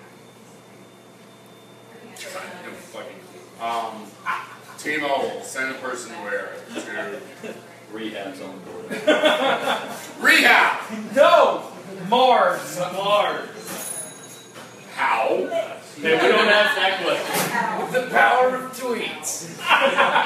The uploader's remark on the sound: LIVE Mopcast Networks 2nd Birthday Bash! Record at Industry in Mobile, Alabama.